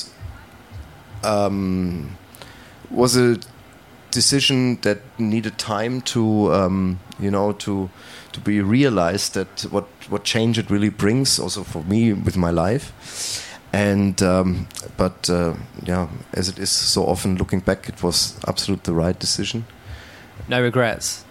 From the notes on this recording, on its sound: Podcasts recorded at the International Music Summit in Ibiza. LIVE from IMS. This is final part of our series of podcasts recorded at the International Music Summit in Ibiza , better known as IMS.